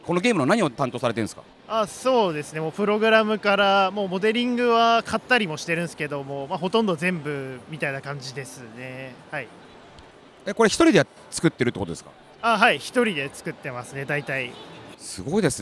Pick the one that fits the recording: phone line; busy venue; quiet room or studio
busy venue